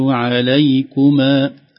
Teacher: عليكما هذا الياء ياء لينة، لو طالت تصبح عليكما، سمعتها منك أكثر كأنها أكثر من حركتين، لكن الصحيح هكذا.